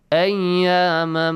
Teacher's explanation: Idgham. Merge the sound of tanween into meme, okay? And there will be double meme.